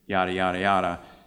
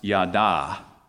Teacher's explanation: It's pronounced yada. Emphasis on the second syllable. · Shown in: second take